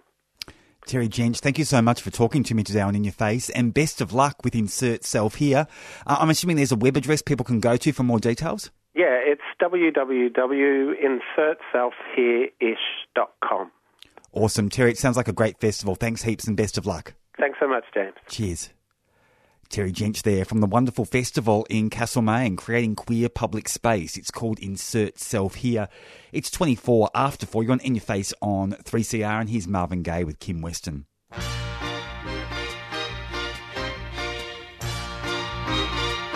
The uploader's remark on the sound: joins us on the line from Castlemaine